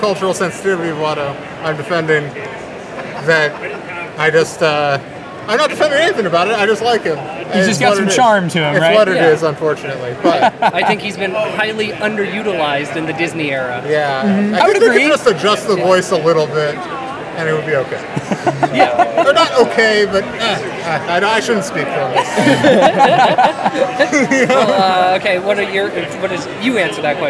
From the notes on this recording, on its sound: Erie ComiCon 2022 Hot Mic Interviews! We share our hot mic interviews with other Star Wars fans at the Erie ComiCon!